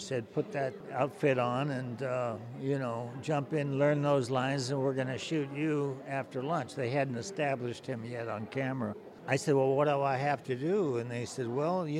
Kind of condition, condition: setting, busy venue